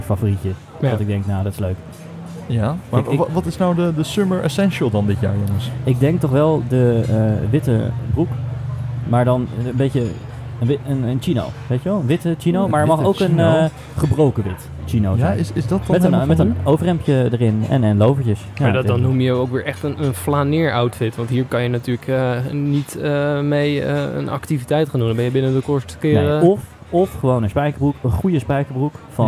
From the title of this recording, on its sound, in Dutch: LIVE BIJ DE GOEDE GOOIER